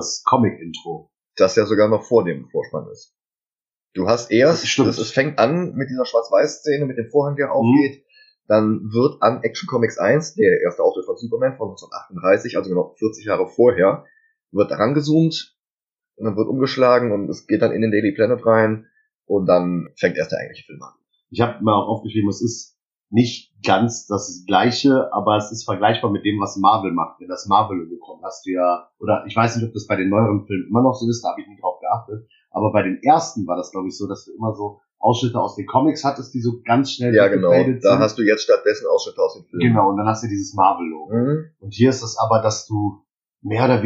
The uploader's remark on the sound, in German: Für die erste Pilotfolge haben wir leider fürchterliche Soundqualität, die wir auch mit allen FIltern nicht verbessern konnten.